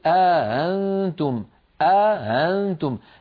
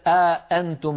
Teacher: رواها عن نافع بإدخال ألف بين الهمزتين مع تسهيل الهمزة الثانية · Shown in: first take · هكذا قل أأنتم أأنتم، الهمزة الثانية لا تكون محققة، ليست أأنتم، وإنما تكون بين الهمزة والألف، هكذا قل أأنتم أعلم أم الله، وهي لهجة عربية صحيحة ونقلت إلينا قرآنا كما أسلفت منذ قليل.